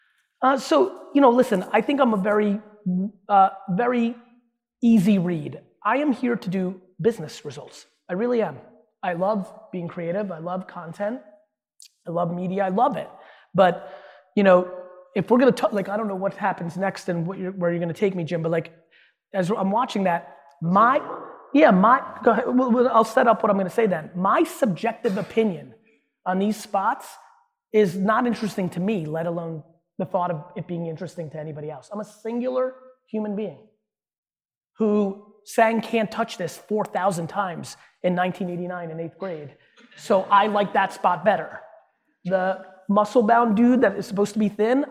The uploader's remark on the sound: Joining this panel discussion which was recorded in front of a live audience is Harvard Business School's.